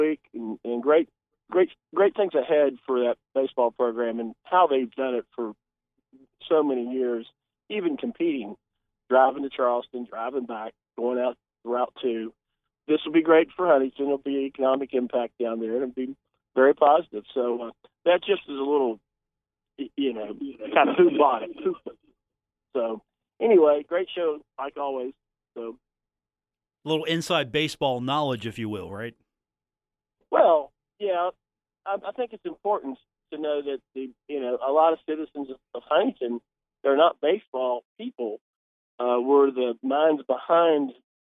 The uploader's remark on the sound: takes your phone calls